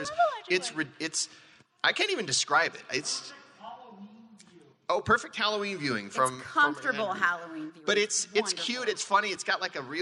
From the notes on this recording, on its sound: Fan Effect at FanX 2022 (Live). This is a live recording for KSL Podcasts’ Fan Effect. The live recording of the FanX 2022 Salt Lake Comic Convention event.